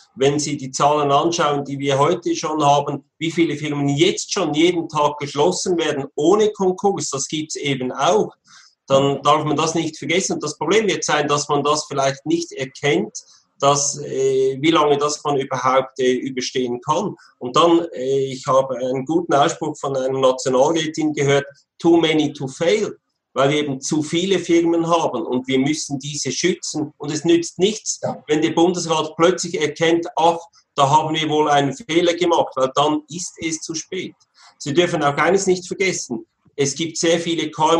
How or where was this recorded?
video call